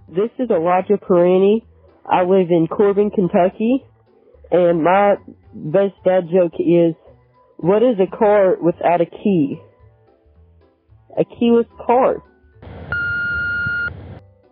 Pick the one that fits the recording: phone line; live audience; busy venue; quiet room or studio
phone line